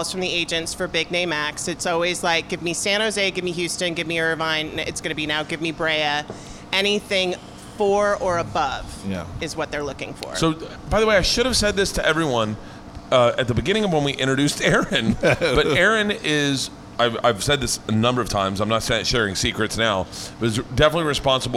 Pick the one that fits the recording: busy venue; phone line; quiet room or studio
busy venue